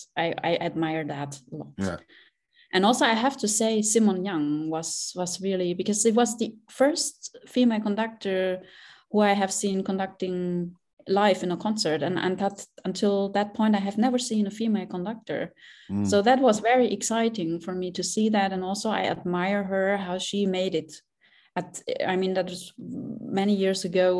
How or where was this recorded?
video call